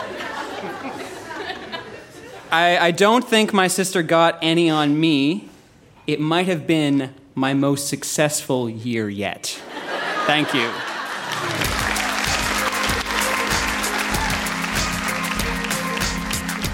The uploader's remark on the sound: Recorded live at The Gladstone Theatre in Ottawa.